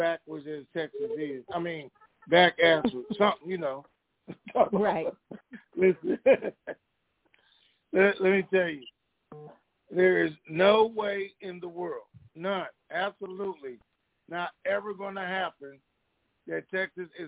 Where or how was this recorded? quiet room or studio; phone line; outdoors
phone line